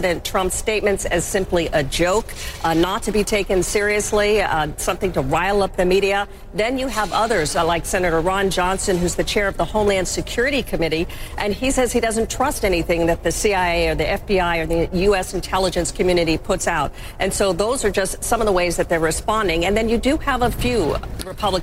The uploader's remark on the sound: live from the New York Stock Exchange